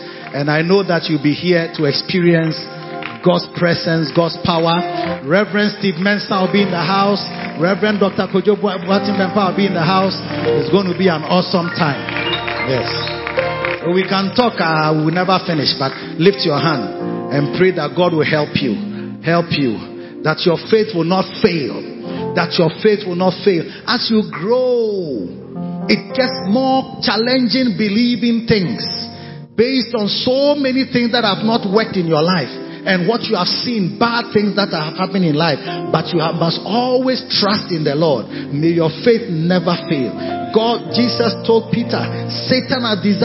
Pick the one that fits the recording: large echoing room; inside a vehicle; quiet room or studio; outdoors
large echoing room